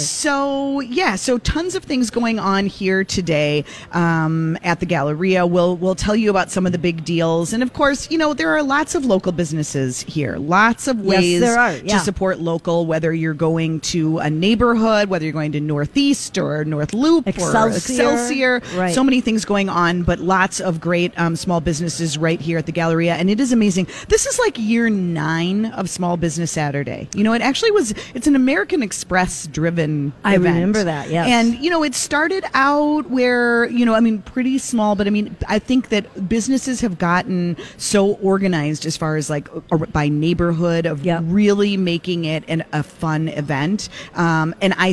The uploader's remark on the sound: Live at the Galleria for Small Business Saturday!